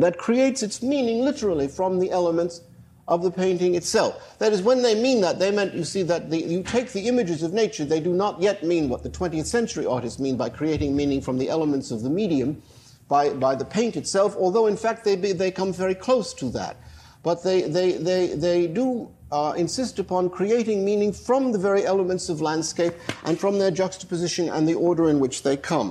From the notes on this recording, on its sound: lecture at the institute, on stage and at the keyboard